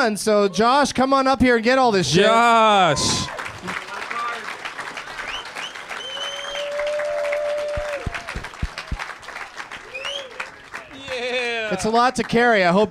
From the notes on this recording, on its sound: Live from Zanies in Rosemont, IL